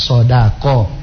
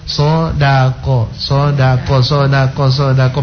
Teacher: Sebab dengan pelan-pelan itulah kemudian kita bisa pastikan mau baca so tebal, mau baca da tipis, mau baca ko tebal. Sehingga kalau orang mau baca cepat, so da ko.